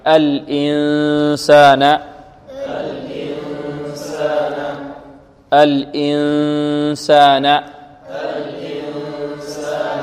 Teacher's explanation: بعض طلبة القرآن يقول الإنسان يخرج الصوت الأكثر من الفم، وهذا خطأ، بل أكثر يخرج من الخشوم. الإنسان، انطقوا معي الإنسان الإنسان الإنسان الإنسان. · Term: الإخفاء